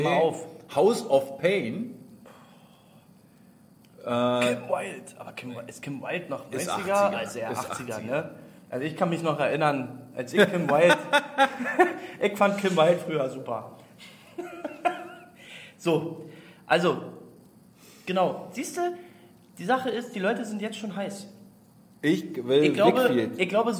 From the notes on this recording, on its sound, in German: Der Livepodcast.